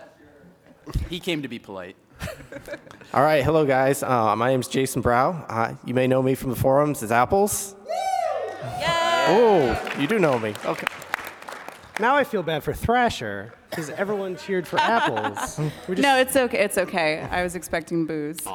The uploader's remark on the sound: Pax East Panel. They're given free reign to question a captive audience in a PAX panel?